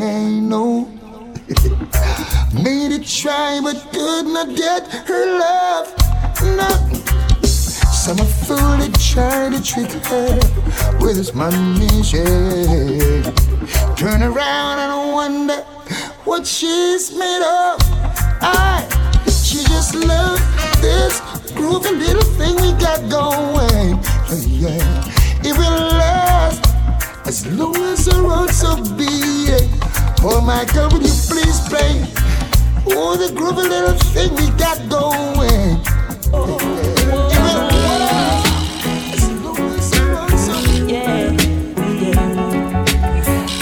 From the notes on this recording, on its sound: live at island saturdays on Dec 16